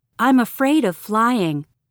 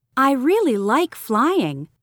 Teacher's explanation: Notice the low tone used for the words that show negative or serious emotion. · Shown in: first take · Compare it with the higher tone used for positive emotion.